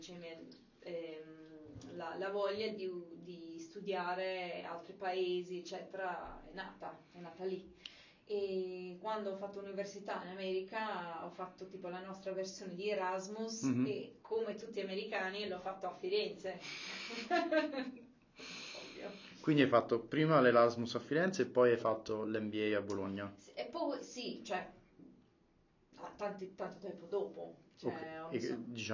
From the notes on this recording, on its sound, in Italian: E' in lingua inglese & purtroppo la qualita' audio non e' delle migliori per un problema tecnico riscontrato sul mic (sorry!).